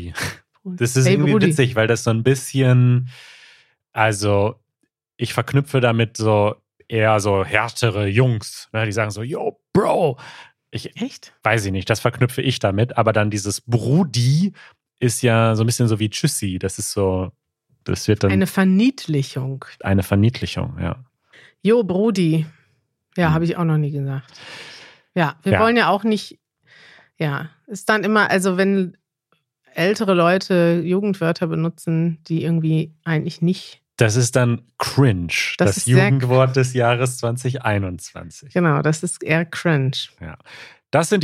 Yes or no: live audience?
no